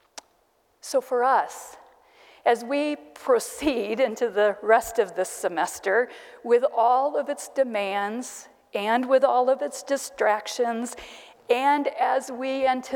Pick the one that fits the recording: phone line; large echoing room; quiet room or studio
large echoing room